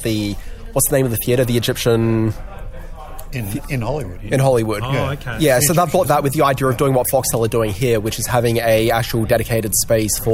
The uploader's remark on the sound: A special recording from the new Foxtel on Oxford venue